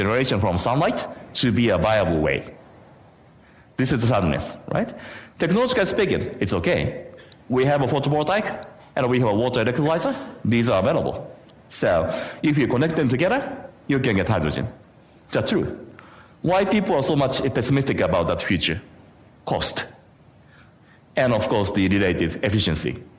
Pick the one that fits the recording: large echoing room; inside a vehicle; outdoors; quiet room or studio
large echoing room